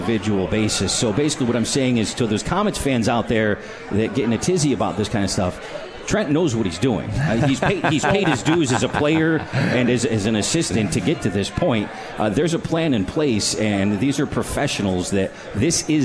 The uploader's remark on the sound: live from The 72 Tavern